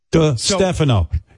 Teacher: But the accent is on the Stefano. DeStefano.